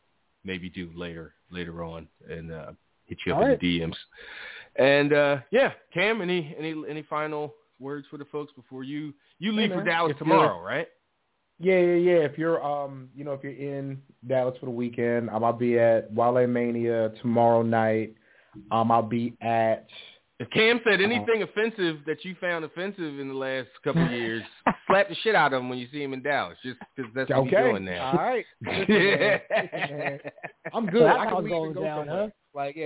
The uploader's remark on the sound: Live phone calls and more.